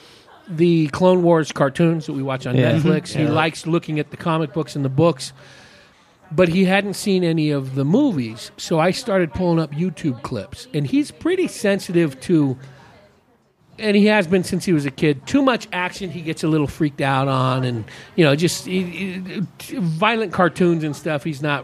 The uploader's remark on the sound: Recorded at The Park Plaza Liquor & Deli. Recorded at The Park Plaza Liquor & Deli.